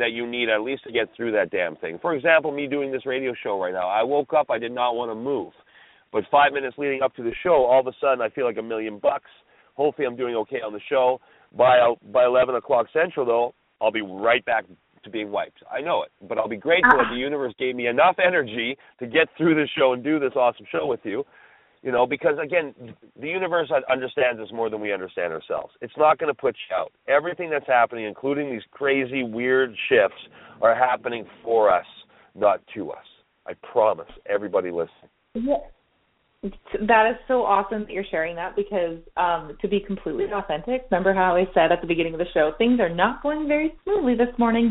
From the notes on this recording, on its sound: we are opening up the phone lines